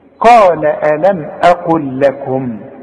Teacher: طب أنا عايز أقف على كل كلمة، أقول قال ألم أقل لكم، وده طبعا مش لا واقف ولا ابتدأ، بس علشان بتعرف إن اللام دي بتظهر عند الوقف، واللام دي بتبدأ بيها عند الابتداء، إنما عند الوصل بنقولها لام واحدة لأنها بدون تشكيل